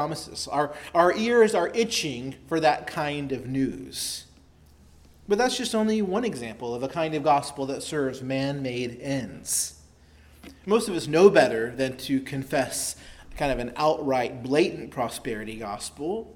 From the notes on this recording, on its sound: preached at Christ Our Savior Baptist Church on Sunday, July 9, 2023